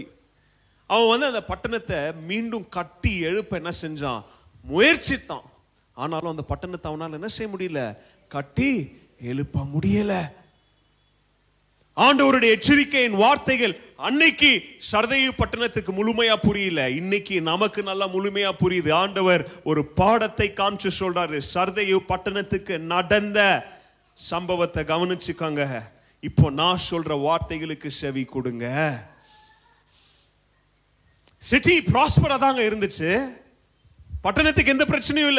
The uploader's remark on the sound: Preached at Zeal Gospel Church, Bangalore during 26th day of Annual Fasting Prayer.